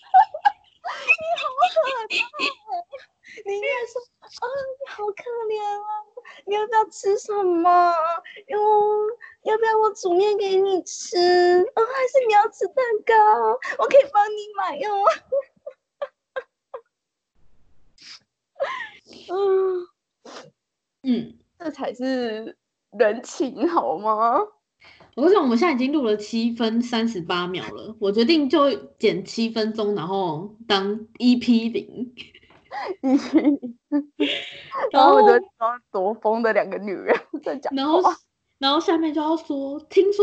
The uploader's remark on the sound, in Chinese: 此podcast極為吵鬧。此音檔一刀未剪，呈現最原始的我們。第一次遠端錄音，沒有經驗，請見諒。